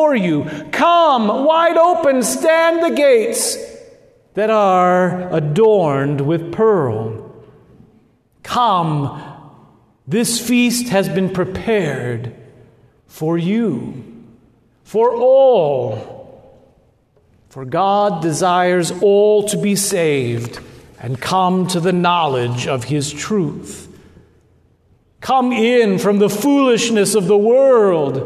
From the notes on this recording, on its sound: at Good Shepherd Lutheran Church Lincoln NE